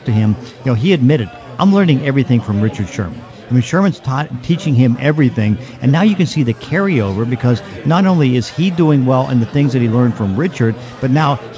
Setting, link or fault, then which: setting, busy venue